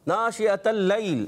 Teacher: لام مشدد ہے، ذرا رک کر ادا کریں گے